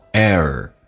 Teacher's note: 打开口腔哎，下巴往下掉一点点，然后在美式发音需要轻度卷舌